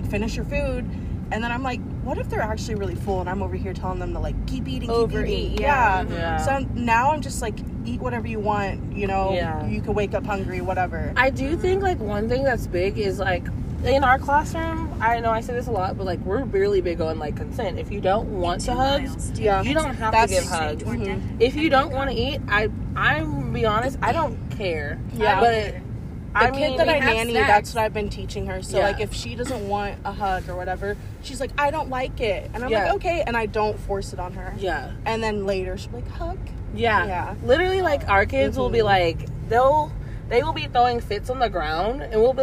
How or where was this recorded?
inside a vehicle